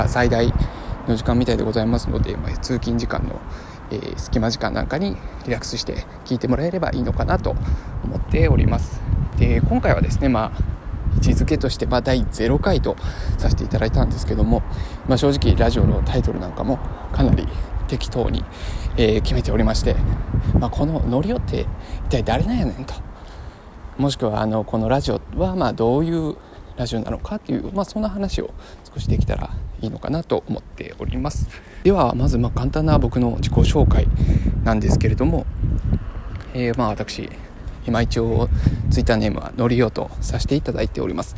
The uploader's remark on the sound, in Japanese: 歩きながら収録したので、雑音が多くてすみません